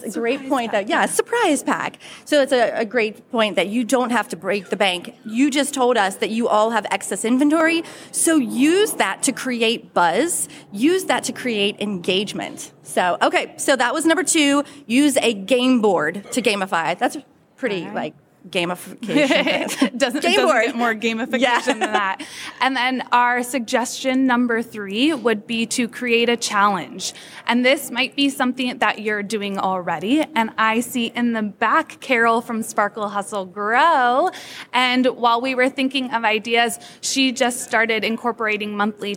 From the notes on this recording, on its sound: This episode was recorded in front of a live audience at Sub Summit 2023 in Dallas, Texas at the SUBTA Studios Stage.